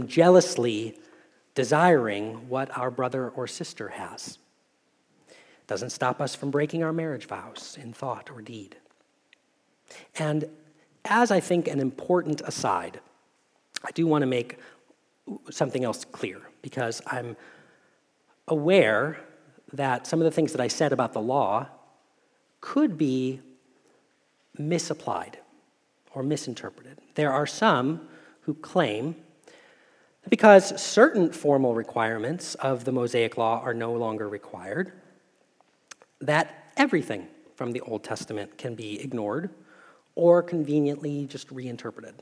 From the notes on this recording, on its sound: Message Preached at Valley Creek Church